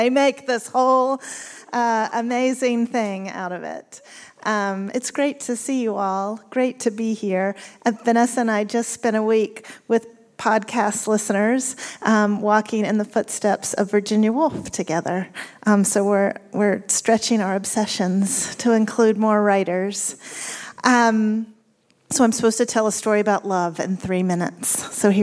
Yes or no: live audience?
yes